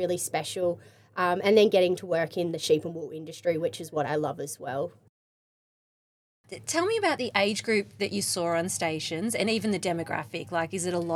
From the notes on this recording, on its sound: This episode of Take Me Somewhere has been recorded live in our mobile podcast van at the Riverine Plains Innovation Expo Field Day held in Yarrawonga on July 28.